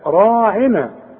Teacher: هنقول لا تقولوا راعنا، بعد الراء في الف اهي، الف فوق الراء اهي، عشان مش تقول رعينا، لا راعنا، عشان تمدها ألف كاملة. راعنا مرققة ما عدا الراء، كل راء مفتوحة تفخم